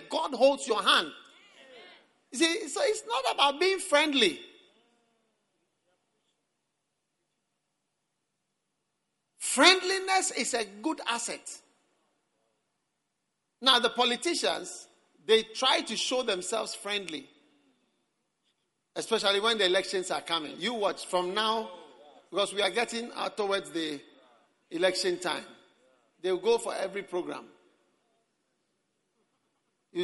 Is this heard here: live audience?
yes